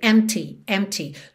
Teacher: Do M você já vai direto para o T. · Term: P mudo